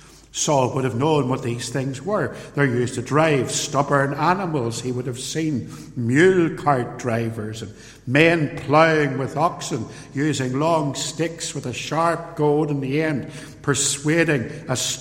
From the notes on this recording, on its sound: In this ancient sermon, preached at Templepatrick Reformed Church.